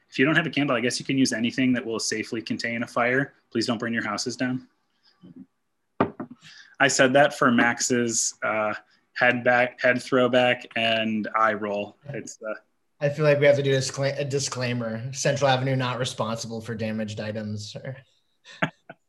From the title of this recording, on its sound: Christmas Eve Candlelight Zoom (Audio)